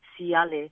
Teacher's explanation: So we learnt, and an example would be the word siale, which is a flower, and it's spelled T-A-I-A-L-E. But because there's a vowel I after it, the T turns into an S.